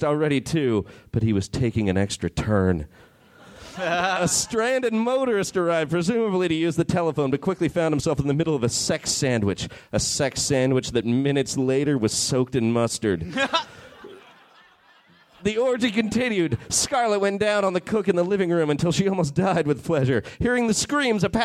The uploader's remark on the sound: Recorded at Cobb's Comedy Club, San Francisco, CA June 6, 2013.